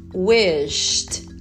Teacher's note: O final sh é surdo. Wished, som de T.